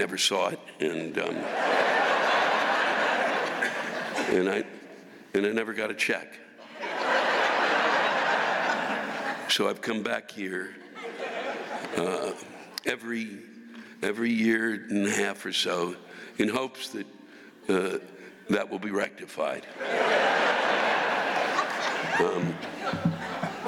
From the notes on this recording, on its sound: This week’s live rants come from the North Shore Center for the Performing Arts in Skokie, Illinois.